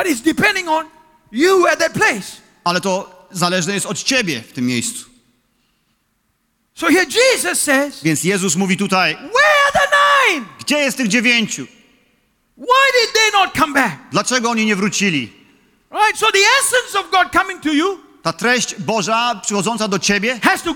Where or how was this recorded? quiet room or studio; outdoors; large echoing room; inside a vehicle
large echoing room